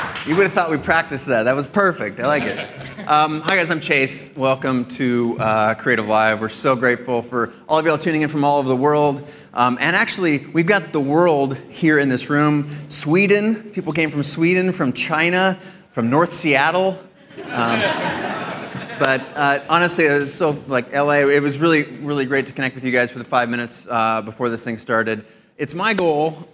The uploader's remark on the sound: This week’s episode is my keynote from CreativeLive’s PhotoWeek. On stage, I sit down with four brave volunteers.